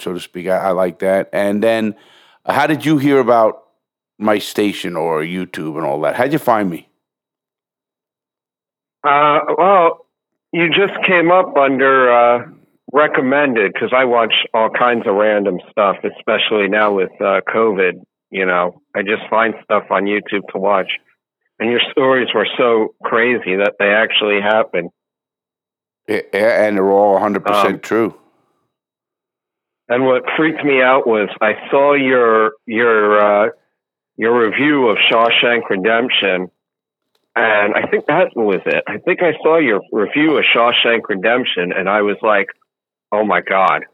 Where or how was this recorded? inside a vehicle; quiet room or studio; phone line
phone line